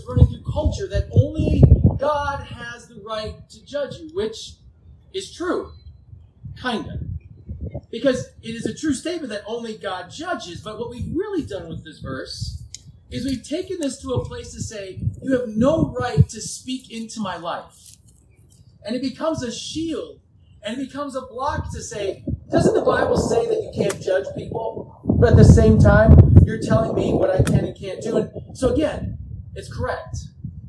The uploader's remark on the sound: (WARNING: POOR AUDIO DUE TO OUTDOOR SERVICE).